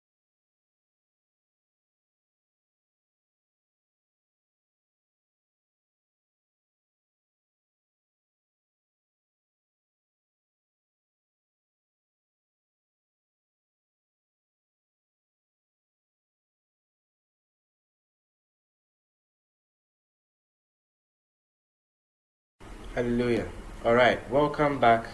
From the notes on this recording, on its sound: International Strategic Management & Leadership Conference. Conference for Love Arena Denomination held at the Love Arena Church, Ghana.